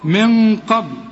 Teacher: شوف الغنة هنا بقى مفخمة ازاي علشان القاف، من قبل وقلقل الايه الباء من قبل الفتح.